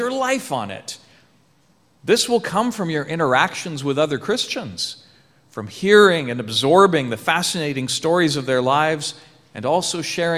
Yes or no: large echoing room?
yes